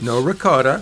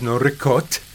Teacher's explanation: dropping the final vowel of Italian words in the U.S. · Shown in: second take